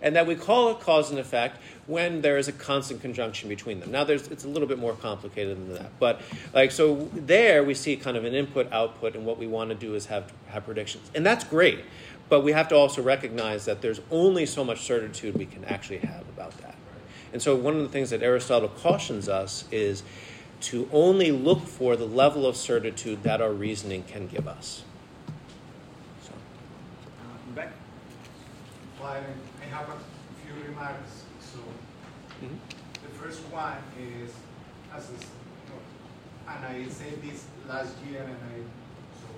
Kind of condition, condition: setting, live audience